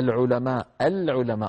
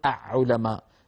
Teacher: الميم مثل الماء مثلا، العين مثل مثلا العلماء، العلماء، ولا نقول أعلماء، لا إدغام للام التعريف في العين · Shown in: first take · Term: اللام القمرية